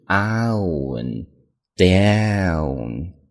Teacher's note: 美国人发的时候呢鼻音会非常重，很夸张，中间是一个双元音